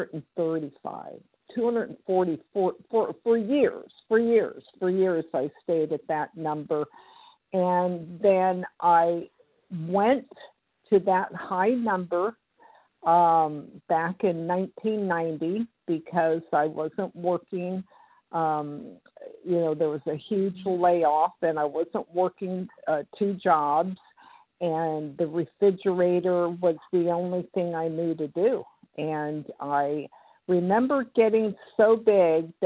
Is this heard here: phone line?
yes